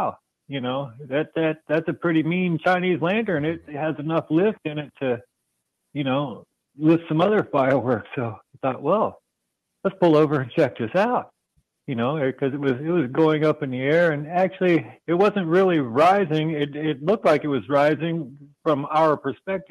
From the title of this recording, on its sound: Listener Call In Show